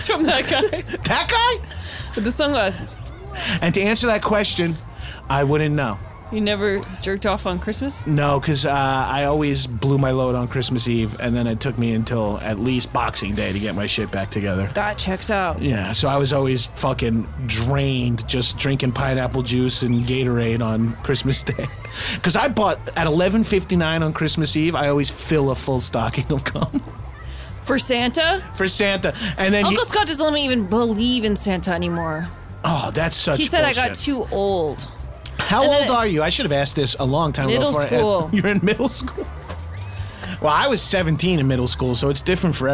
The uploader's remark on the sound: Live from the WLIR tent at the Splish Splash water park in Riverhead!